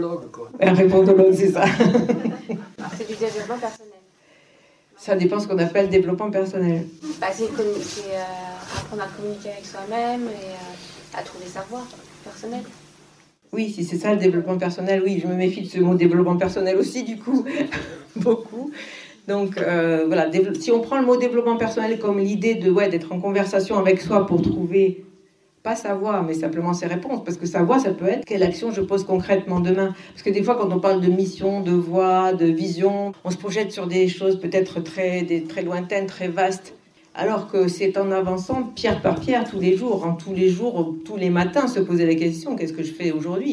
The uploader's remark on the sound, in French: Cet épisode est l'enregistrement de la conférence que j'ai donné au Tarot Festival 2022.